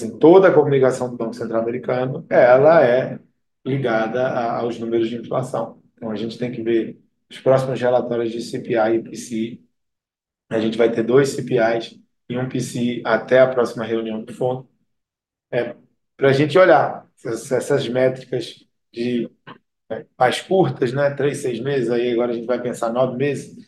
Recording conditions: video call